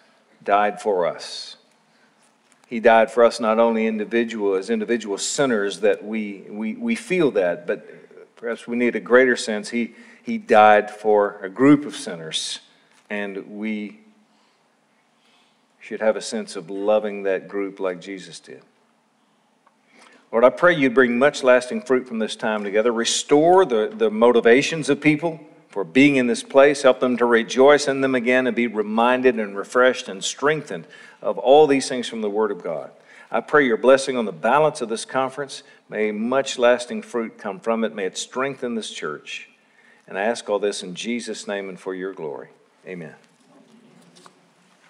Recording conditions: live audience